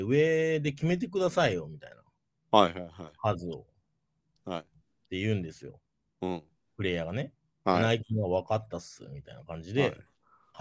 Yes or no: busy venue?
no